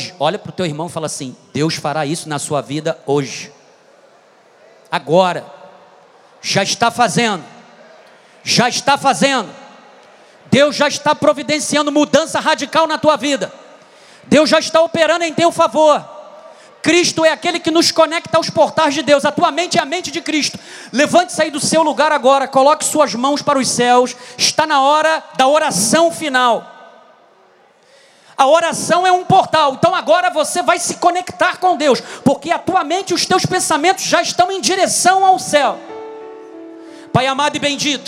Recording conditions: large echoing room